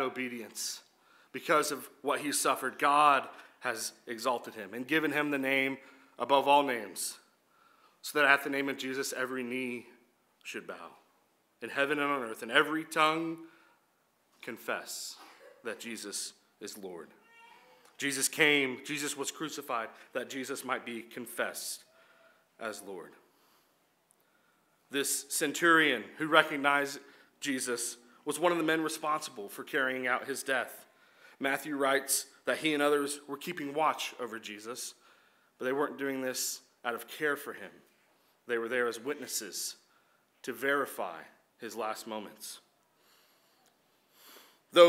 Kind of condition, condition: setting, large echoing room